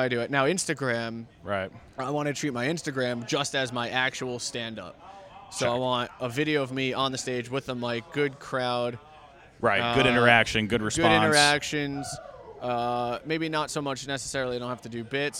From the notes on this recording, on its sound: Recorded outside the comedy open mic at Fells Point Tavern.